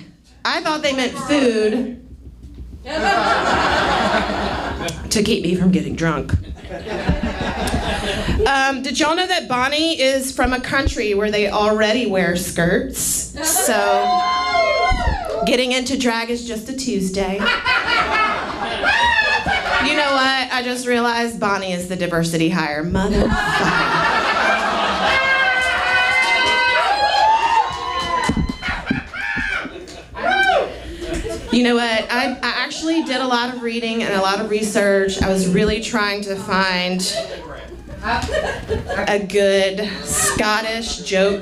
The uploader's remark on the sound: Live audio from Roast in Peace